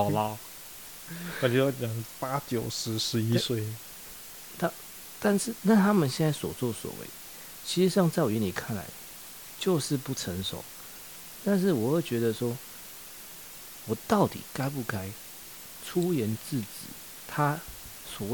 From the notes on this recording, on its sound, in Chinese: 酒吧喝酒聊天，聊開了，回家繼續聊，聊到凌晨三點索性錄了這一集。抱歉這集雜音有打大。